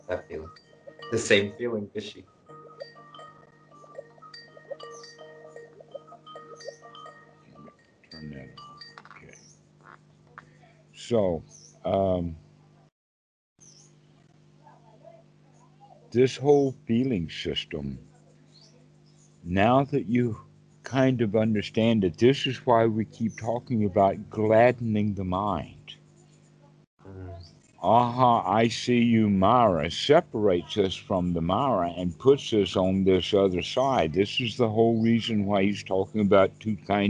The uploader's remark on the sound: skype calls on this channel